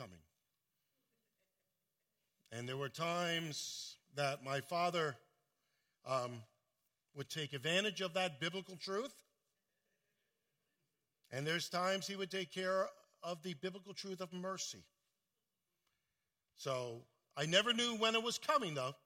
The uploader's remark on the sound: at Full Gospel Church in Livingston, NJ